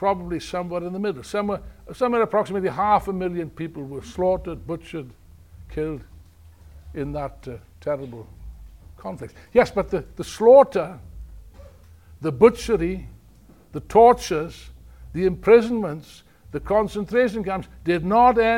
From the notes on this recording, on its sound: In this talk from the main rally at Revolution Festival 2019.